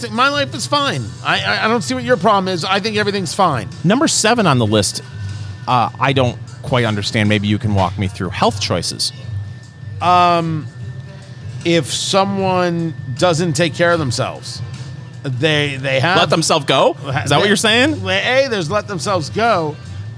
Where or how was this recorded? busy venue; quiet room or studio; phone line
busy venue